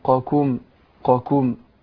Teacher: ان القاف حرف مستعلي مطبق، حرف مفخم، والكاف حرف مستفل مرقق